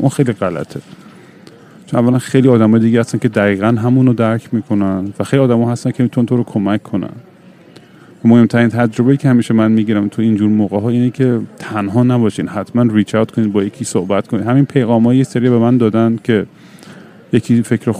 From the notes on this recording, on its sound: live from LGA airport.